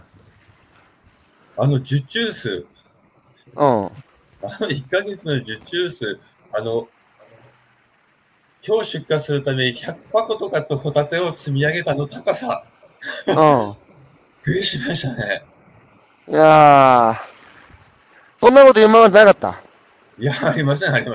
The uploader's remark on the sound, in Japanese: 歩きながら1時間、対談する